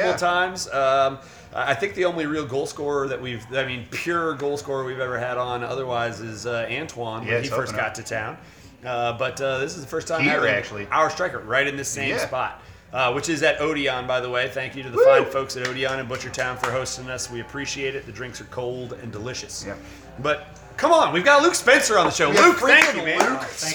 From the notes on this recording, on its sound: Live from Odeon!